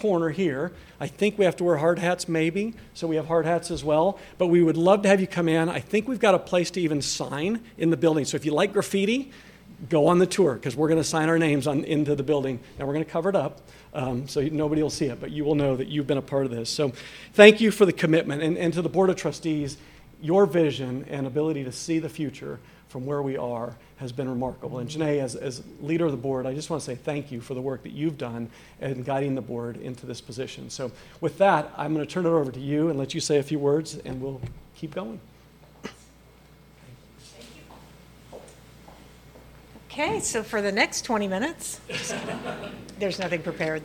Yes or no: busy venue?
yes